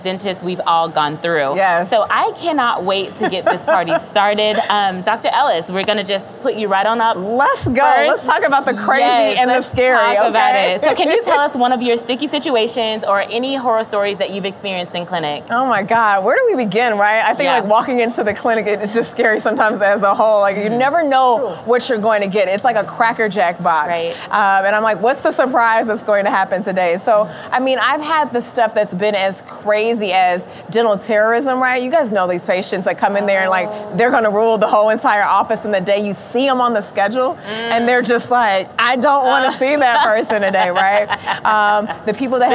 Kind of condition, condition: setting, live audience